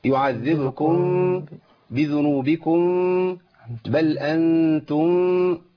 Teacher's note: الميم عند الباء، ده بيسمى إخفاء، إخفاء شفوي